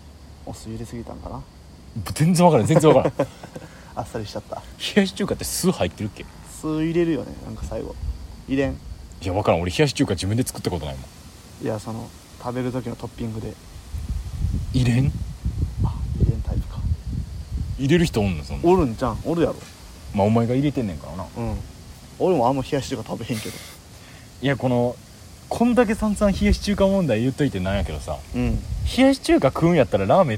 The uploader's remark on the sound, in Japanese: 公園で収録しているので環境音が入っています